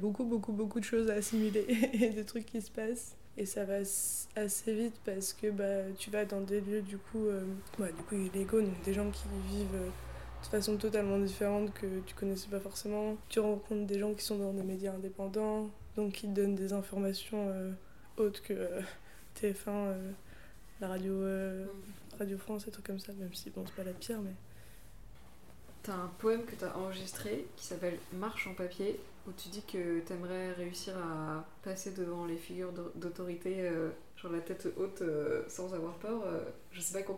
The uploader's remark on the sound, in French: déso pour les bruits